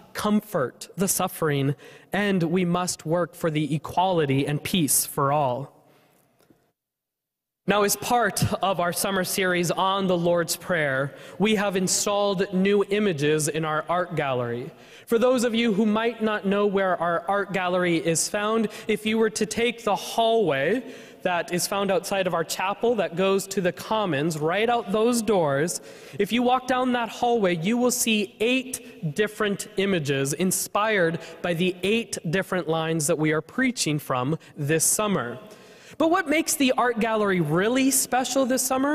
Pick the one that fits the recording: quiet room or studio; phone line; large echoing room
large echoing room